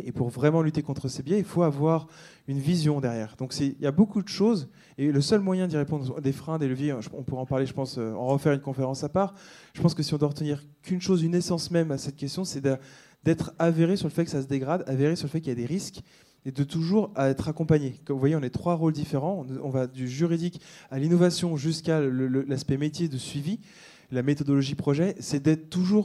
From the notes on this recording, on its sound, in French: Une conférence des RDV des Transformations du Droit - 7ème édition, 5 et 6 octobre 2023